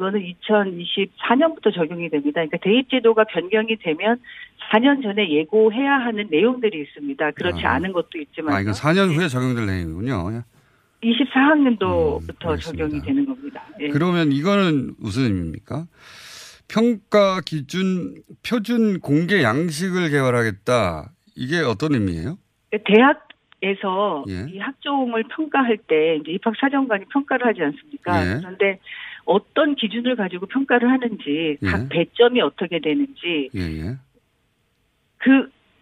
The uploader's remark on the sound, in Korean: 전화연결